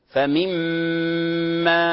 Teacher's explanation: النون مع الميم متقارب، وقلنا هذا بغنة